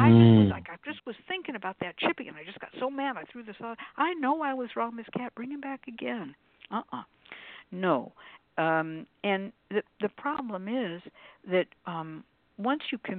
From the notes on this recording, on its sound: The Lucky Mojo Hoodoo Rootwork Hour is a real, live call-in show. We begin this show with a Discussion Panel focussed on the topic of Emotions and Magic.